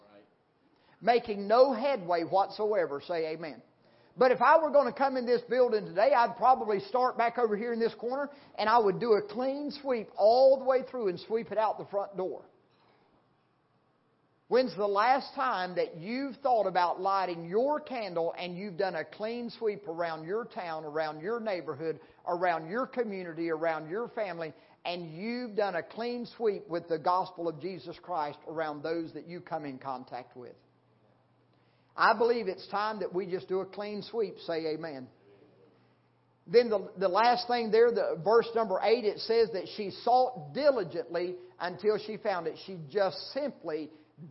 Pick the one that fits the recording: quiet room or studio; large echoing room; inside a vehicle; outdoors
large echoing room